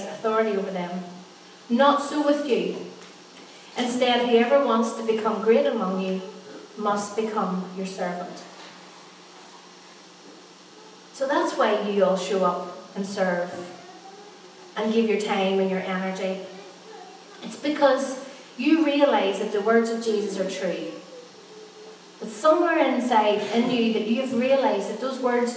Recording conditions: large echoing room